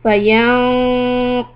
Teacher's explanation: heavy quality keep your back part of the tongue raised for قاف